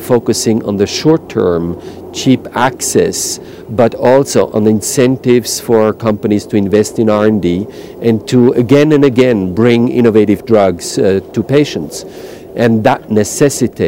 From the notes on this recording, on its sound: from The World Economic Forum Annual Meeting 2007 live from Davos, Switzerland